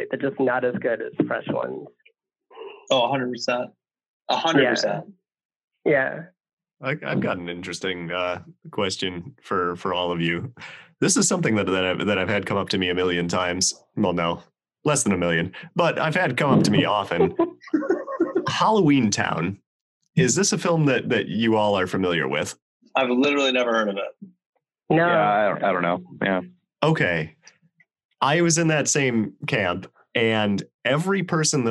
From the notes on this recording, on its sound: have a somewhat fall-themed Zoom hangout!